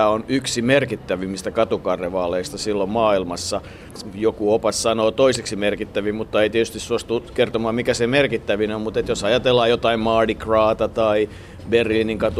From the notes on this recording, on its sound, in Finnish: Ovat siis suunnanneet kulkunsa lauantaiselle aamukahville Nottinghilliin, jossa perusbrittiläiseen tapaan äänityspäivänä satoi Lontoon reippaasti.